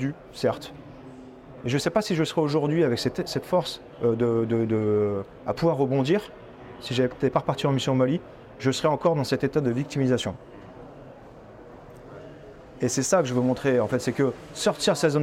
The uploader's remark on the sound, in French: Cette semaine, nous vous proposons un épisode enregistré sur le salon Milipol à Paris.